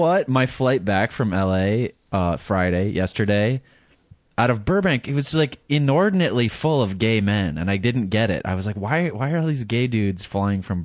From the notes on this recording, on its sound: Phone calls